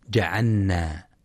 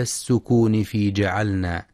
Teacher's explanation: واحرص على السكون في جعلنا، أي سكون اللام وإظهارها · Shown in: second take